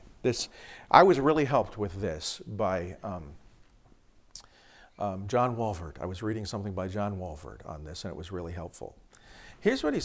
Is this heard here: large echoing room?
yes